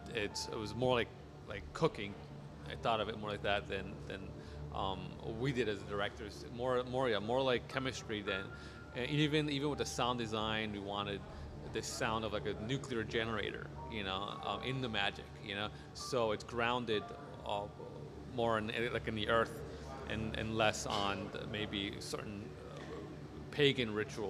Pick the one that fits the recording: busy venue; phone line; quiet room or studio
busy venue